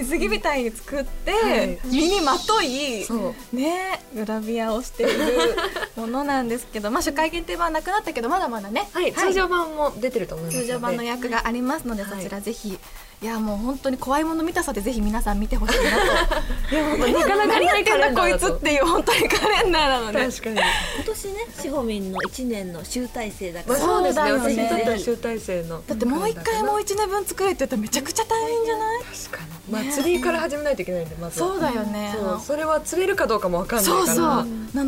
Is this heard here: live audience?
yes